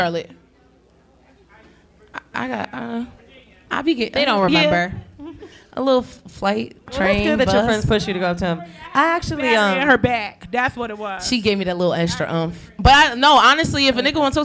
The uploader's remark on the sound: We made it to our 1st anniversary so we had to celebrate big with a live show!!